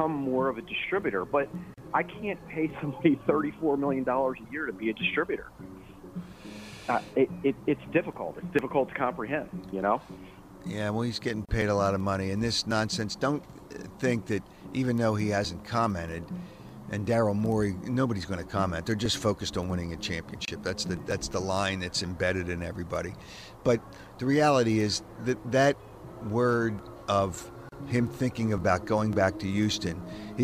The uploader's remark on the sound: Live from Clearwater and Phillies Spring Training